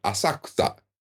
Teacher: But that middle syllable is almost silent. Asakusa. The ku is silent.